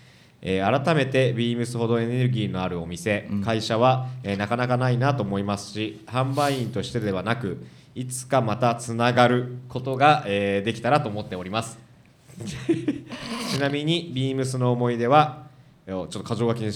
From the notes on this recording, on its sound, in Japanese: 公開収録した内容をお送りします